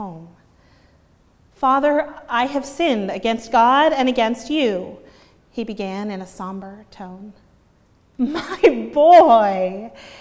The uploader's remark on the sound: preached at Northminster Church on March 31, 2019